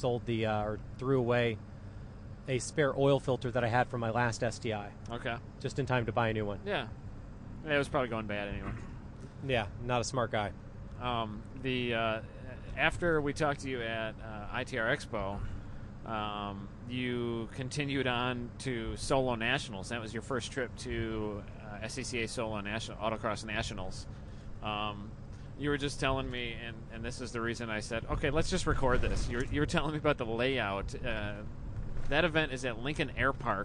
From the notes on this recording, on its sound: Podcast from a truck, in the middle of the night. In the middle of the night, on the way to the racetrack.